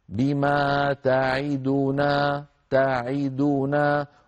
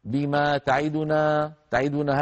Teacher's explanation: اربع متحركات متتالية علينا ان نسوي بين ازمنتها · Shown in: first take · بما تعدونا تعدونا، ولا يكون حرف اسرع من جيراني، يعني لا نقول بما تعدنا تعدنا هكذا نخطفها خطفا، ما يصح ذلك، بل لابد من التسوية بين أزمنة الحروف المتحركة.